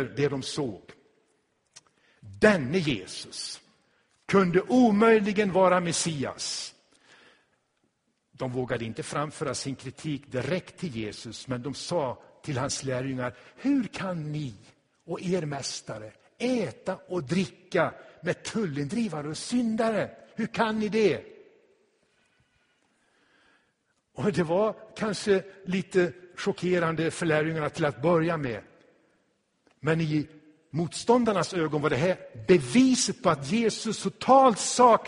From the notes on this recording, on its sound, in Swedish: Inspelad i Tabernaklet i Göteborg 2016-10-09.